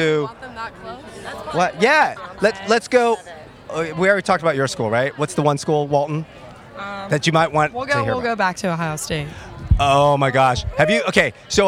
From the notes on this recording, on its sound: Remote from the campus of Newport Harbor High School. A remote podcast from a recent Regional Admission California Counselor College Fair on the campus of Newport Harbor High School in Southern California. This was "live" on campus at the time and remote during the RACC College Fair.